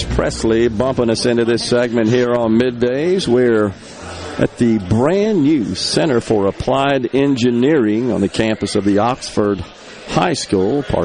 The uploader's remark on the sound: MidDays is LIVE from Oxford High School for the Ribbon Cutting Ceremony at the Center for Applied Engineering on the Oxford HS campus